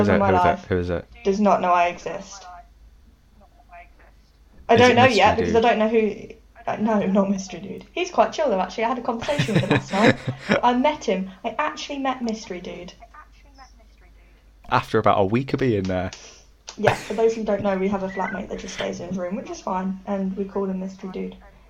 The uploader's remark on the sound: More audio issues, go figure, right!